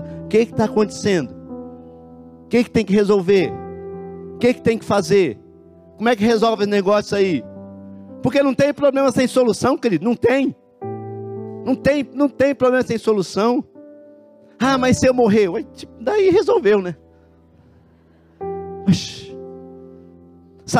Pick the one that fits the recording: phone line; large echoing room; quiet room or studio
large echoing room